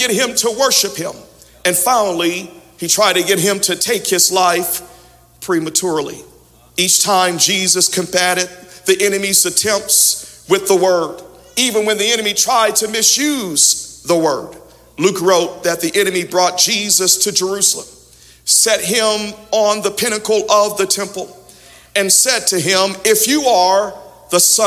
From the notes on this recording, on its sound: Audio from Sunday 11/28/21 Worship Service